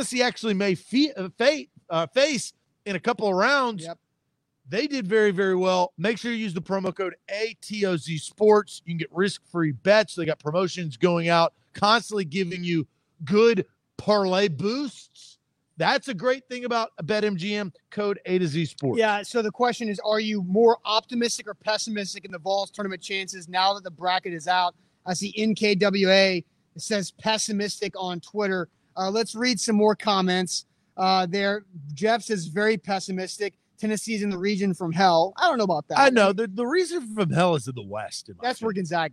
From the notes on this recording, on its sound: LIVE from Mill Creek Brewing Co